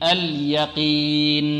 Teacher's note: القاف في أقل مراتب التفخيم